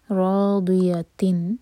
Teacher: ضاد ہم زبان کی سائڈ سے پڑھتے ہیں ٹپ سے نہیں منہ بھر کر